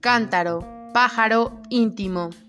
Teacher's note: El golpe de voz recae sobre la antepenúltima sílaba o antes de la antepenúltima. · Term: esdrújulas